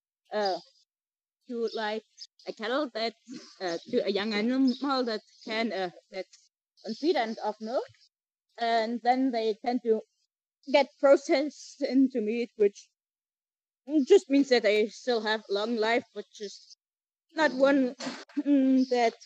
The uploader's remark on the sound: Live from the dairy farm. Be prepared for some epic moos! Apologies in advance for the background noise - it is unfortunately unavoidable when recording from a working farm.